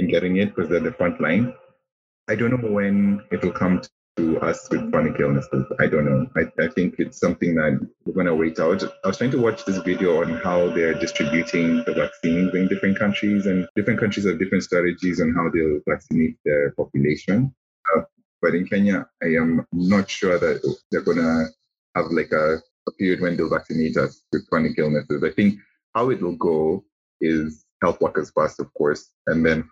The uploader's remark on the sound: Apologies in advance for the background noise, we had to record over zoom due to distance!